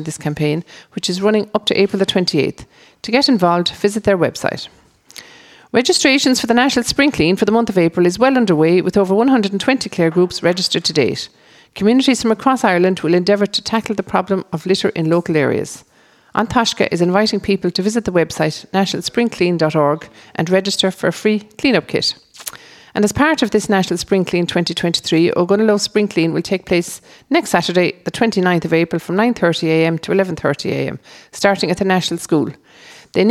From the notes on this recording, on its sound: as broadcast live from Whitegate GAA Hall.